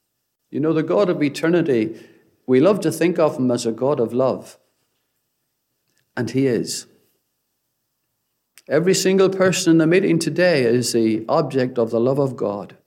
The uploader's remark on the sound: Gospel Audio Recording from Ballyclare Gospel Hall